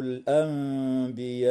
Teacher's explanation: النون الساكنة في كلمة الأنبياء وقعت قبل حرف الباء، فحكمها الإقلاب مع الغنة والإخفاء